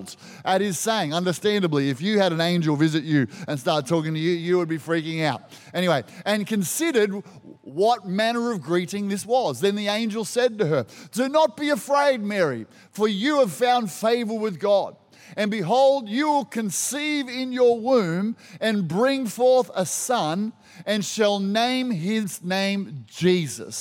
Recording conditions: large echoing room